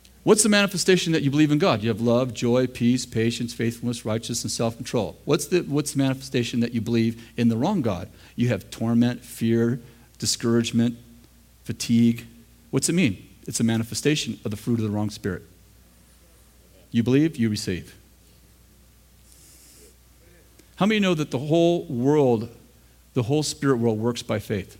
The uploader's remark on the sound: In this throwback session from the School of the Prophets in August 2007 at Bethel Church in Redding, CA.